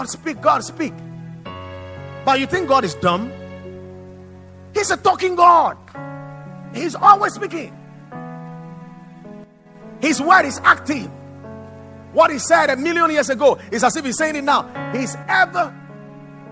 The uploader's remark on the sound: Preached at Watered Garden Church.